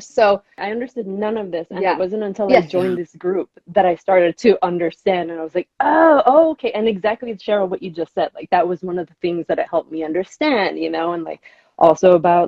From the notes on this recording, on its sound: This conversation originally took place as an Instagram Live discussion in September 2021.